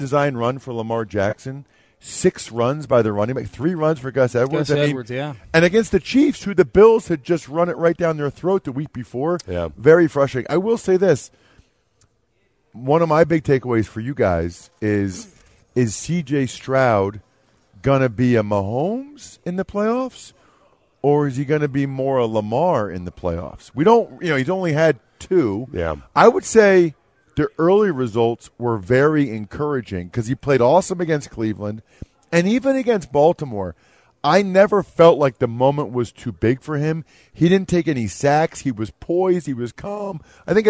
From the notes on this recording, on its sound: live at Radio Row in Las Vegas